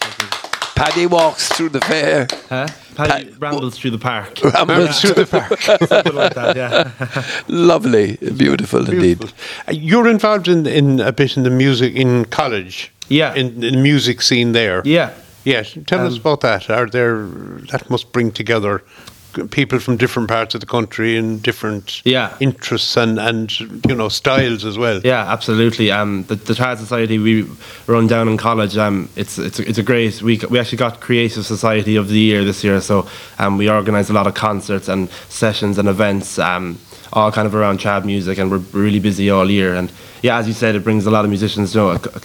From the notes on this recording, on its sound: This Interview was originally broadcast as part of Saturday Chronicle. Broadcast live Bodyke Festival 2023.